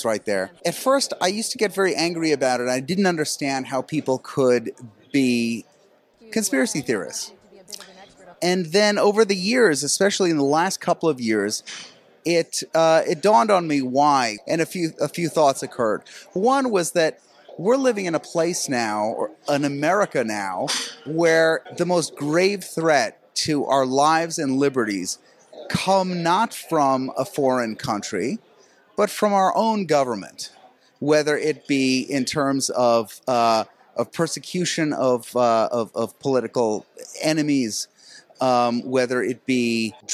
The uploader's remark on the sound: at the National Conservatism Conference in Florida